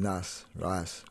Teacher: that tendency to say I as ah is pretty solid throughout the South